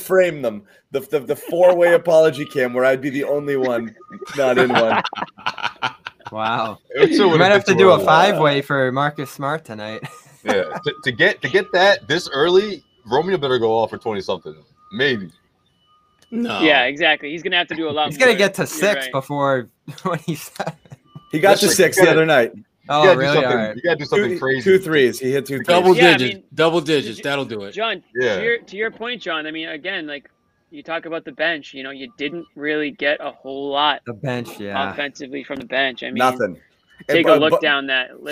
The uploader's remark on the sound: LIVE from the TD Garden